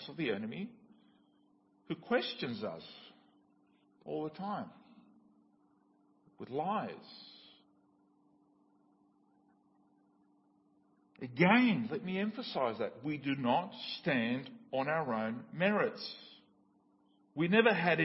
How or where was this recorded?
large echoing room